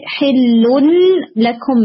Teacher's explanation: نون کا بالکل شائبہ ہی نہیں ہے نا، کوئی اس کی شبیہ ہی نہیں ہے، حلول کمپلیٹ ڈراپ ہو گیا. · Term: ادغام کامل